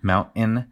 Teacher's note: So in talking with interviewees, we had a lot of people express that mountain seemed like something that was unique to the Denver accent, like the pronunciation of the mountain with a what we call a glottal stop where you make the T with your throat